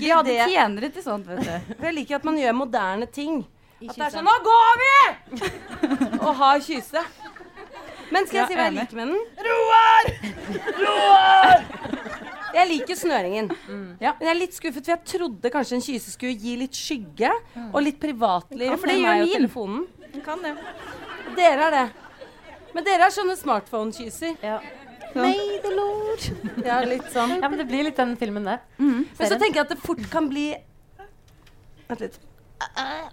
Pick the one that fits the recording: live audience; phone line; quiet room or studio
live audience